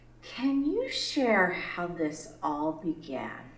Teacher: she goes high in pitch, indicating that there is a new subject